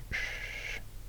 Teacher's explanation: that's not a plosive, that's a fricative. Because I can, it's a continuous stream.